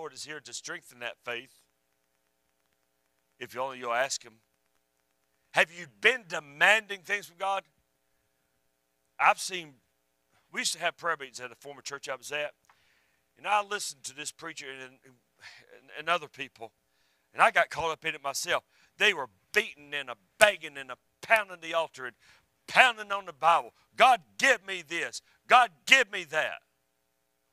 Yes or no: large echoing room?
yes